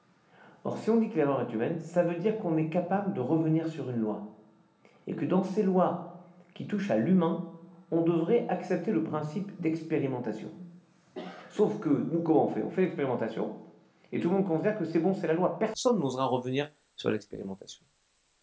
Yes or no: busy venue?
no